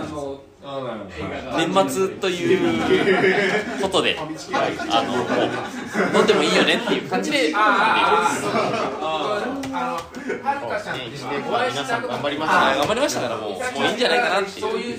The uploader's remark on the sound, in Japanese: 雑音多め。忘年会会場での録音のため雑音が多めです。ホストの2人は若干酔っ払いながら話してます。